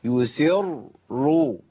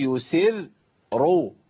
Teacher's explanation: والشده بالضم هيبقى عندنا تفخيم للرأيين · Shown in: first take